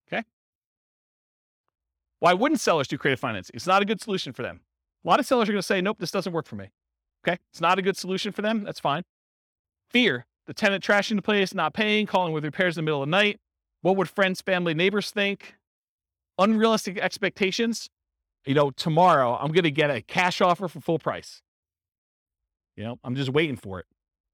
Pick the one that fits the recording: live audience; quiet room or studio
live audience